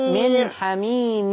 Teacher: هنا النون هنا بقى مظهرة هي لأنها ساكنة وراء حرف مين؟ وراء حرف الحاء